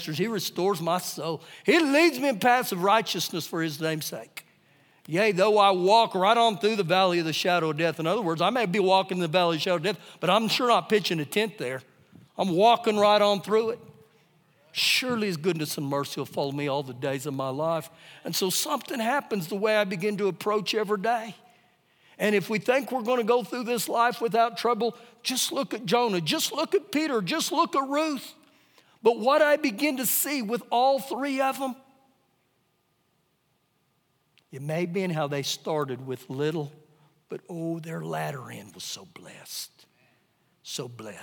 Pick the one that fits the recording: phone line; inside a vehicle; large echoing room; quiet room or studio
large echoing room